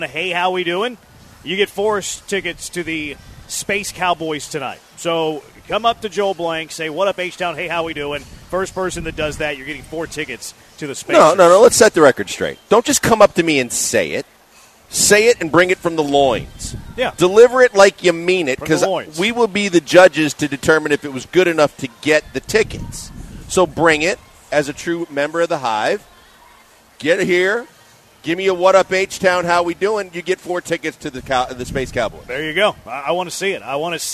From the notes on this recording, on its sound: LIVE from Drift Bar in the Heights!